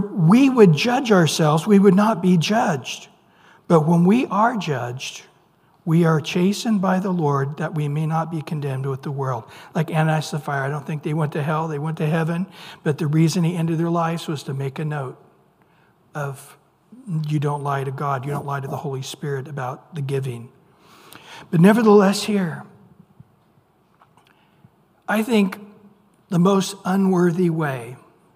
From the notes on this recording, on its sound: Recorded at Calvary Chapel of Los Alamitos on May 10 2023 on Wednesday evening sermon. Recorded at Calvary Chapel of Los Alamitos on May 10 2023 on Wednesday evening sermon.